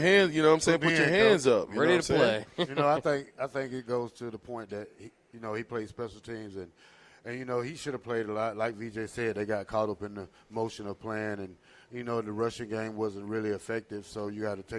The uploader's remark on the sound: LIVE at Wingstop